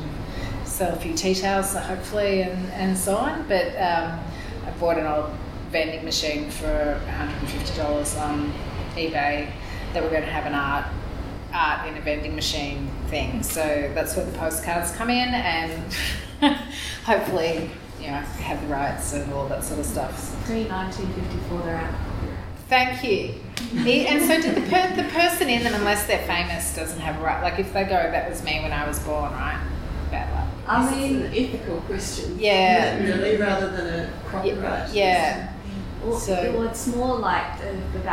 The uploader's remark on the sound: Melbourne newCardigan cardiParty Recorded Live. Our October Melbourne cardiParty was held at the Queen Victoria Women’s Centre.